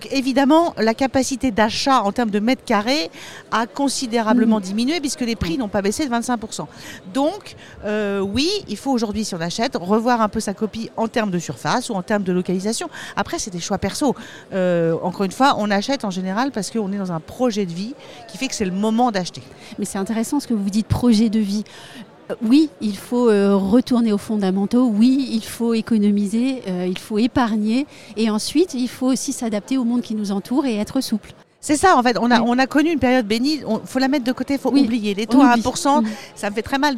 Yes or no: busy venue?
yes